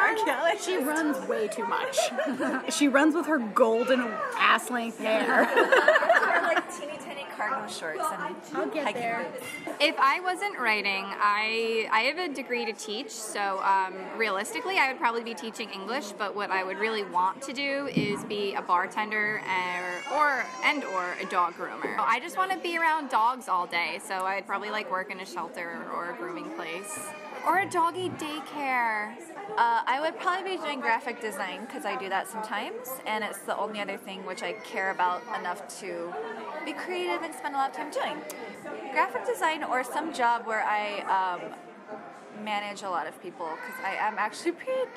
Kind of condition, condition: setting, busy venue